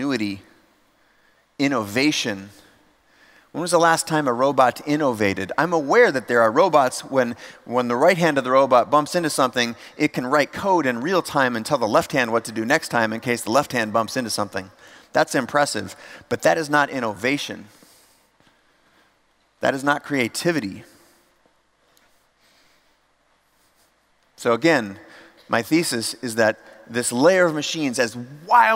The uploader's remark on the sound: audio version of a talk I gave at The Next Web conference in Amsterdam